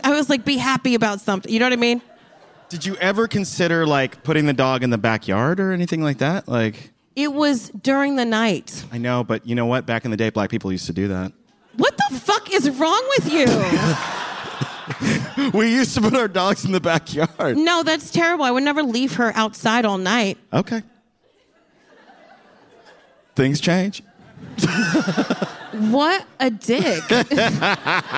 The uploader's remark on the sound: live on stage at the Bell House!